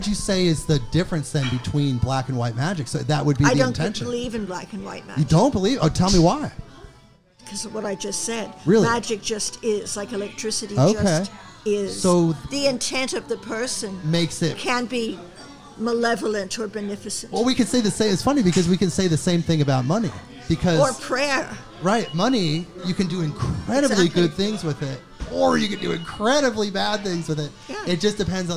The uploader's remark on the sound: This takes place live at 'Whelan's Irish Pub' in Portland, OR.